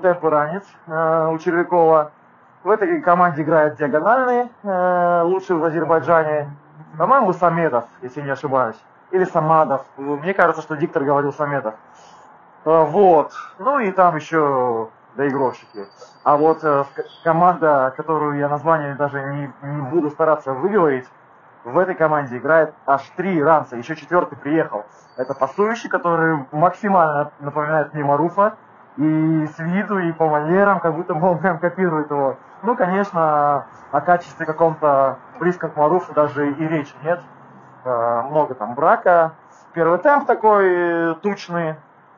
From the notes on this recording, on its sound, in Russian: ПЛОХОЕ КАЧЕСТВО ЗВУКА